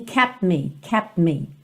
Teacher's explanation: Como ele já está no P com o lábio fechado, é como se não valesse muito a pena ir para o T para voltar para o M, que também é só um bilabial.